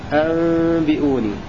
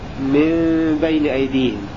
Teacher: فالإقلاب هو قلب النون الساكنة والتنوين ميما عند الباء مع مراعاة الغنة